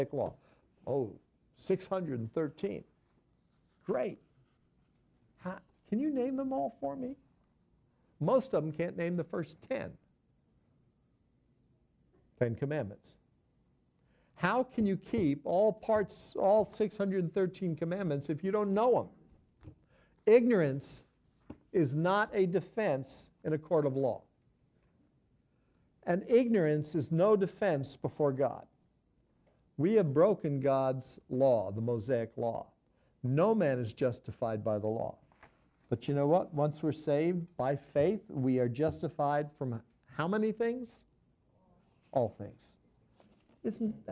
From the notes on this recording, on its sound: This episode was recorded live on 2/2/18.